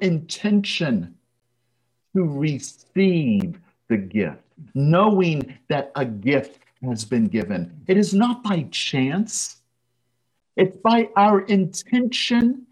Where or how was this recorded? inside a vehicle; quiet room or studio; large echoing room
large echoing room